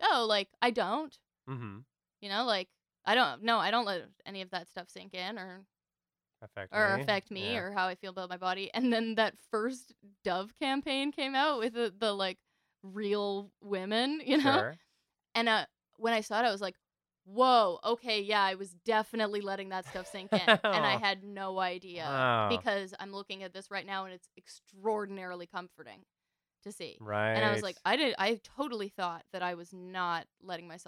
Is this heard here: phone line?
no